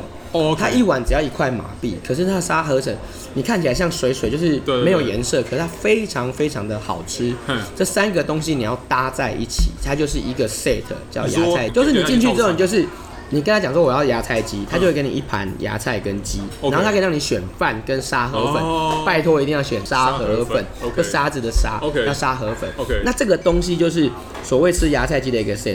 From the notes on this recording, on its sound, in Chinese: 本集白噪音指數：柔風級 3/5。錄音地點： MB White Coffee 士林店。